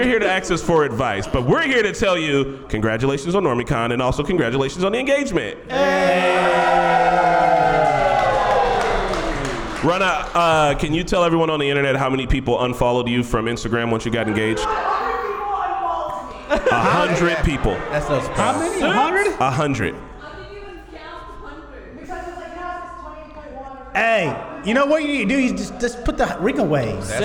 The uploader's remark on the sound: Filmed a live podcast from Normiecon a couple of weekends ago.